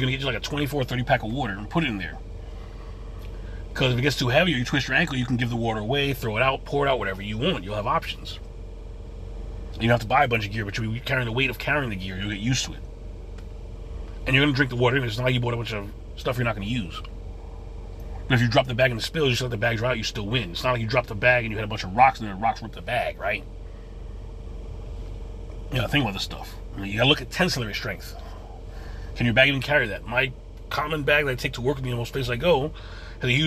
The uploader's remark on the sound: In this CarCast